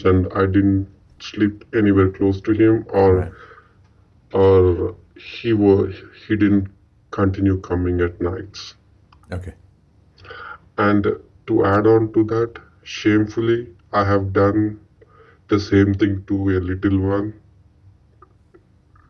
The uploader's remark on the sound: Freedomain Call